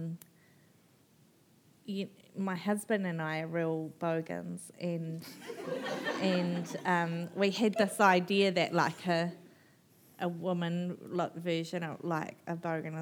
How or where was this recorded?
busy venue